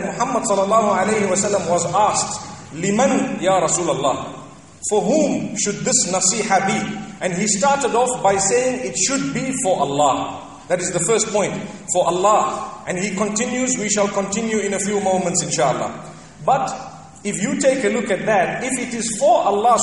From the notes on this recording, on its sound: Jumuah Lecture from ibn Zaid Masjid at Fanar, Qatar